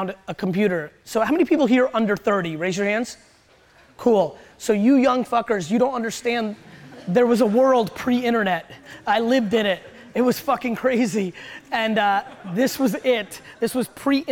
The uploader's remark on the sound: Keynote at Hall Of Flowers